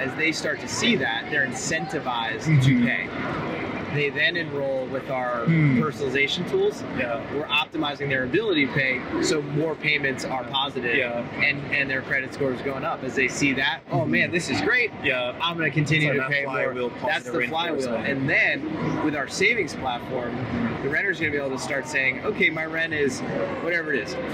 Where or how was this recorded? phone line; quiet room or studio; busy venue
busy venue